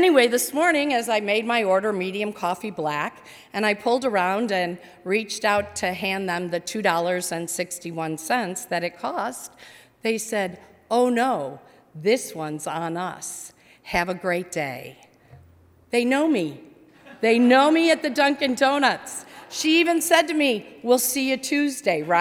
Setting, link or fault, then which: setting, large echoing room